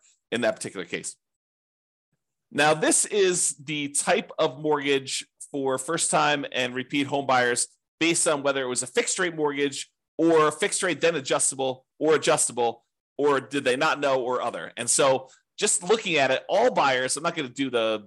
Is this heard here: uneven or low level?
no